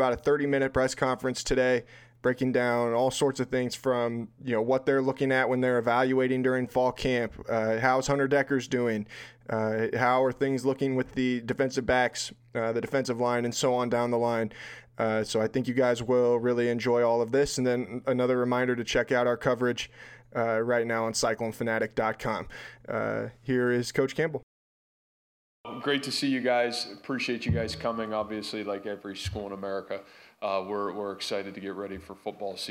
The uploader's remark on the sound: football media day press conference